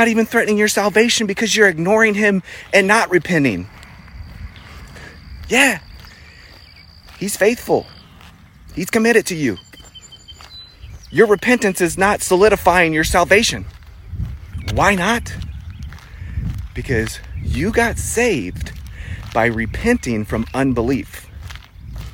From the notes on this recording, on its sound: Instagram Live Rebroadcast 6-10-21